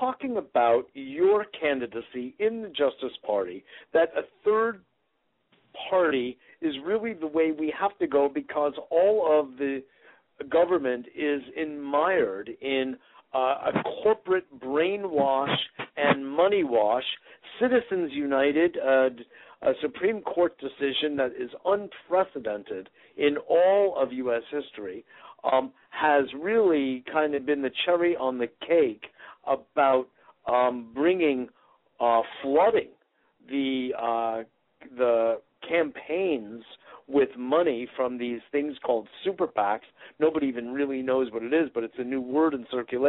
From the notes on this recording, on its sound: Today is a chance for listeners to call.